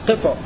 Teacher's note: قرأ ابن كثير والكسائي بإسكان الطاء فيه كأنما أغشيت وجوههم قطعا من الليل مظلما، قطع سكون الطاء مع القلقلة